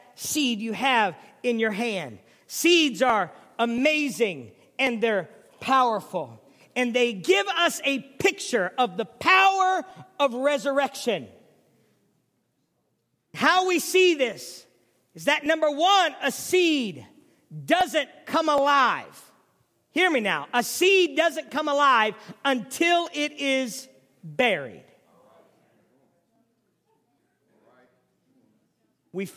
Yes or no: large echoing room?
yes